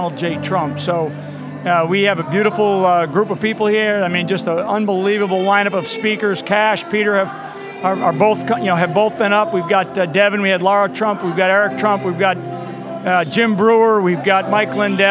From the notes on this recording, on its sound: Live From ReAwaken America Tour